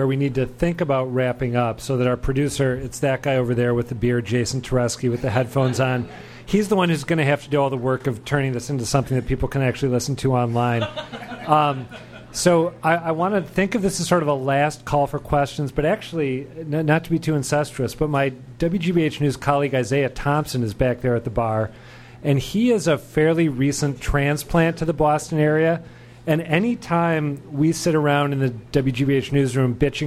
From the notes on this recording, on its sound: The status of the GLX live in Somerville. At the Brass Union in Somerville.